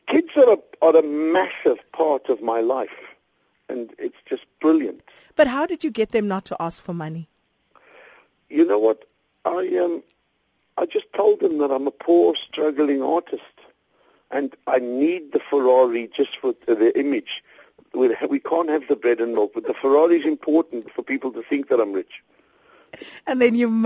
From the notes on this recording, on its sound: Joins us on the line.